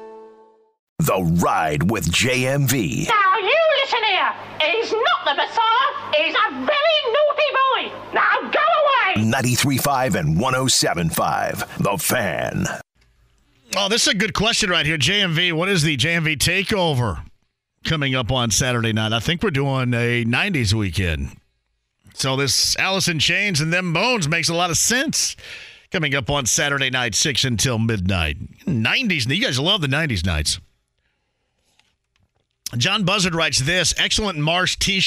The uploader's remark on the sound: Opens the phone lines and takes some calls from Colts fans!